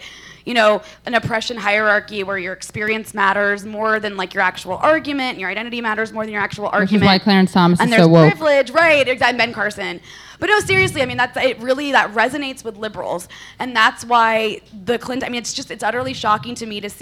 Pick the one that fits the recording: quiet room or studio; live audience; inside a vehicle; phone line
live audience